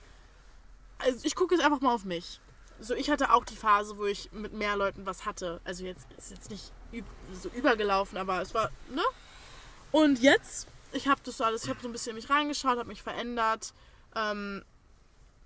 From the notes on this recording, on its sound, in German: Dadurch dass das Microphone aufgrund der Personenzahl anders eingestellt werden musste, sind leider nicht zu verhindernde background Sounds zu hören.